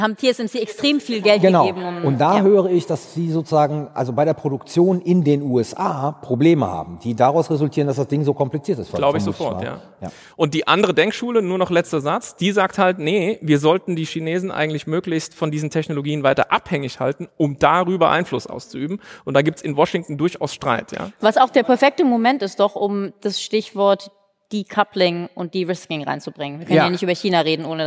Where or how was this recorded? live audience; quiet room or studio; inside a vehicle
live audience